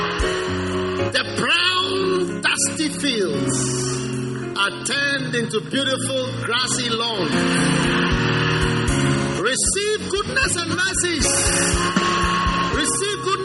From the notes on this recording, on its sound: Preached at the First Love Center.